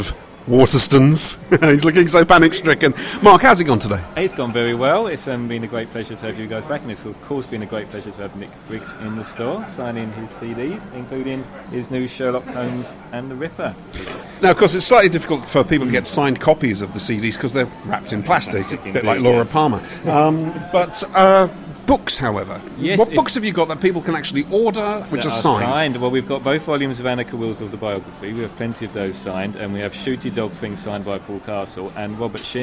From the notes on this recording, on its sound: This episode was recorded at a signing event. At Waterstone’s, Lakeside, Thurrock. Sadly the podcaster roundtable recording audio wasn’t usable.